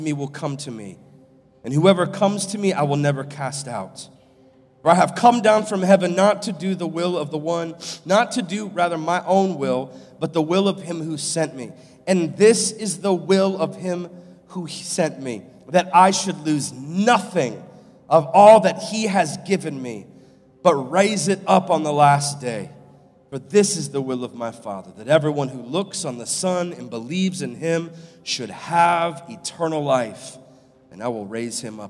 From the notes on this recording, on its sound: live from Covenant Church